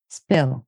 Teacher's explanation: And with S, I already released air. So by the time I get to the P, I have less air to release. And the P becomes closer to a B.